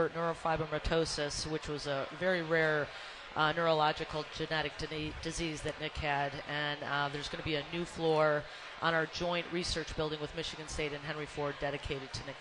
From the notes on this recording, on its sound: live from the Parade Company Pancake Breakfast